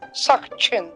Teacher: это G, оно как бы оглушается, и мы говорим Сакчен. Да, да, примерно так.